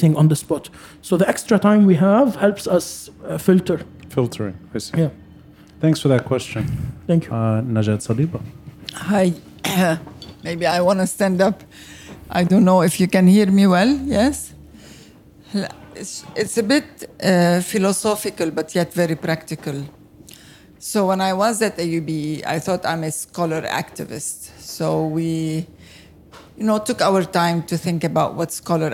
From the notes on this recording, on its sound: taped live at Aaliya's Books